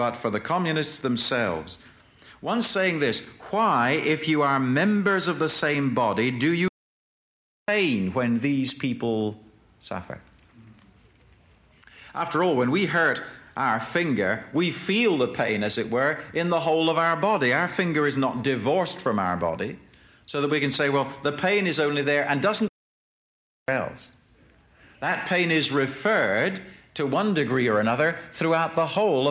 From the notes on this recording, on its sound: presented at Moody Keswick Bible Conference 1982